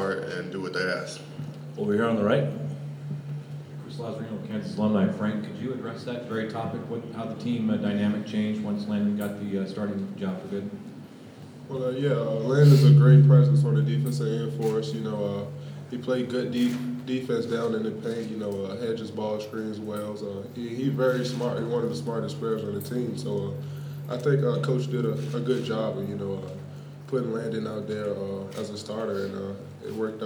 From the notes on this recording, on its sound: Press Conferences & Post-Game Interviews. Answer questions from the media at Wells Fargo Arena, in Des Moines.